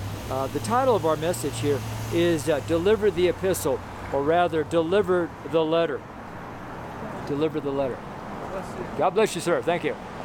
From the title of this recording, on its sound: FRIDAY STREET SERMON